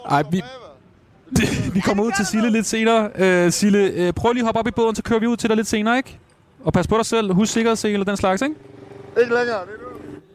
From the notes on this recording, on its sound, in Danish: I denne udgave er Fredagsmissionen er vi taget til bilfestival i Padborg, Danmarks Hurtigste Bil. Og snakker med de glæde og fulde festivalgæster.